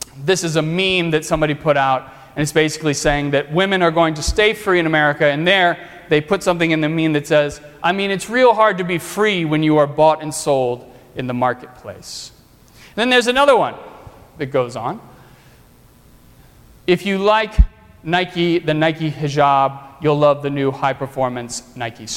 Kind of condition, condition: setting, large echoing room